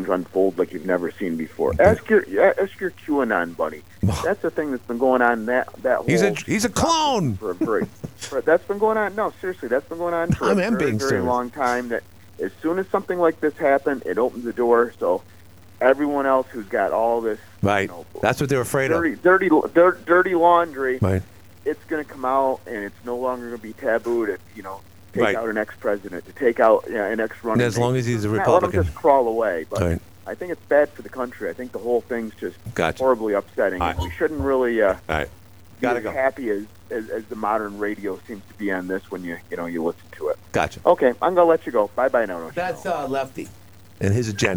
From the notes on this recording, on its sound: Oh, another council candidate called.